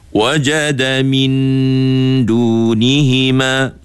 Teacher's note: bunyi nun dengan keadaan hujung lidah tu menyentuh langit-langit